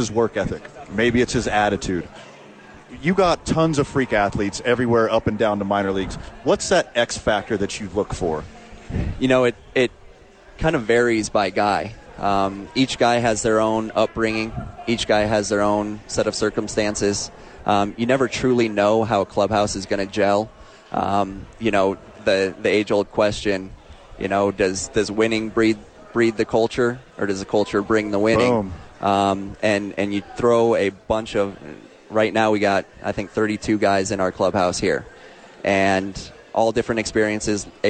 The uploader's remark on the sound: Live from the park and then immediately on the field for the first pitch!